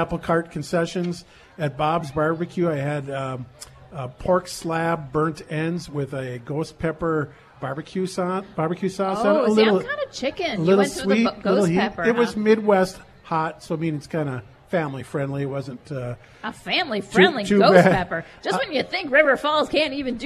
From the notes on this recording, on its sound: broadcasts live from the annual Bacon Bash in River Falls.